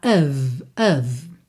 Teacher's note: Nem o O tem som de O, nem o F tem som de F, tá? Então, o O fica A, A. E o F, som de V